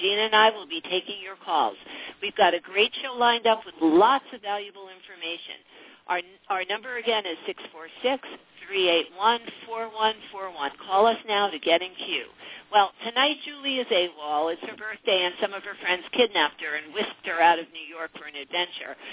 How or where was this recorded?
phone line